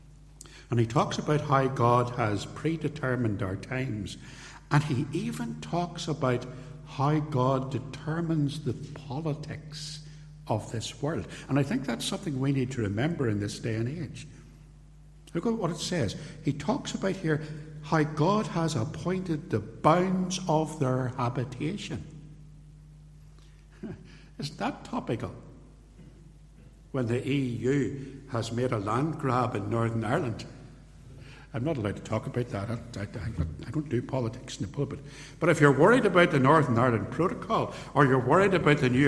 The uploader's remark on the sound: This podcast contains a sermon., delivered at Templepatrick reformed Church, and released on this platform with permission.